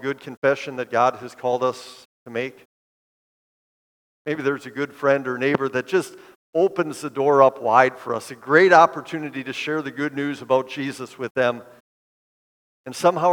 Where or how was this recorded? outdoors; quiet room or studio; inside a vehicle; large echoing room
large echoing room